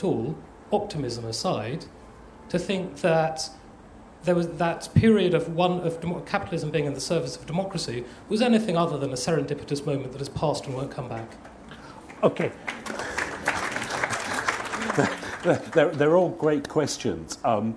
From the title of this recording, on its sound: at Edinburgh International Book Festival